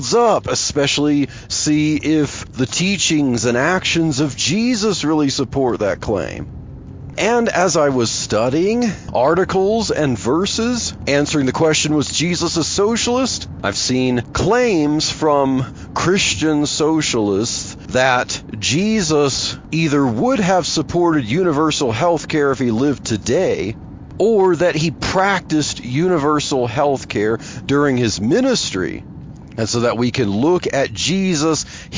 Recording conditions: inside a vehicle